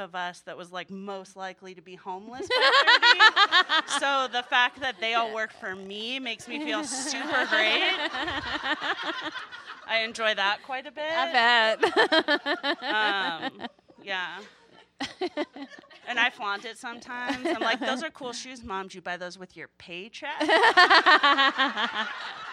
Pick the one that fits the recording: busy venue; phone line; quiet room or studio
busy venue